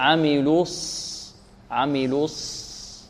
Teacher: عندنا صاد مفخمة، نضم اللام ثم نرجع الشفتين في الصاد، لا نضم الشفتين في الصاد